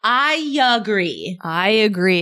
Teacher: So I have to insert the sound ya. · Term: intrusion